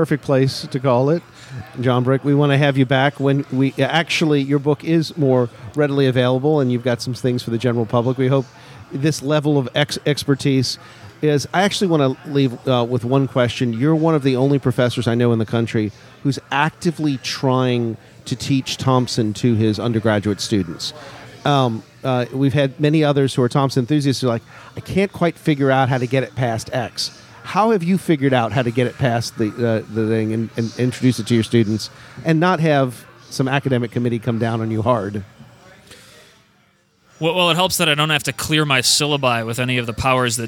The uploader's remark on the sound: RECORDING FROM GONZOFEST